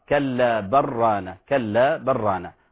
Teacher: تقرأ أيضا بإضغام اللام بالراء